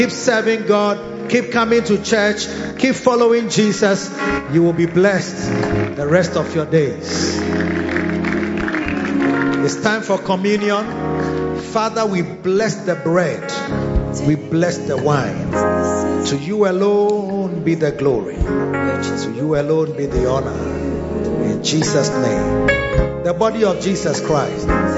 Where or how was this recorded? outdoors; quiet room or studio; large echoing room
large echoing room